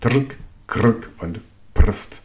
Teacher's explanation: Das ist ein silbisches R. Es kann also ein Vokalersatz sein. Es gibt also Wörter ohne Vokale.